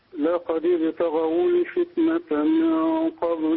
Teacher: قلقل الباء واكسر الدال